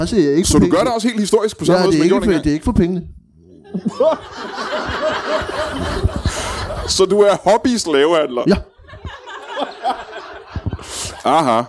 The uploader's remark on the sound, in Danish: LIVE fra Holbæk